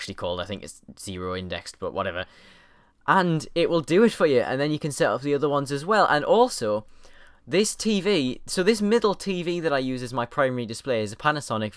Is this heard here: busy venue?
no